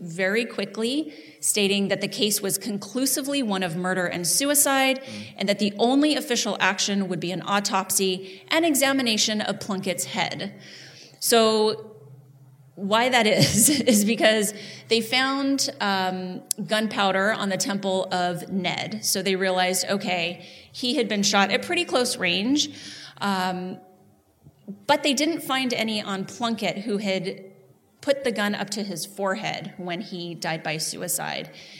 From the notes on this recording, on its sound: Live From the Heritage Square Museum. As a special bonus this month here is the audio from our live show.